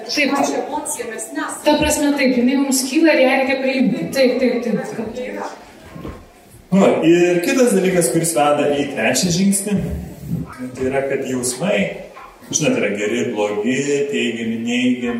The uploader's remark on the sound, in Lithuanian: Įrašas iš Šeimų festivalio.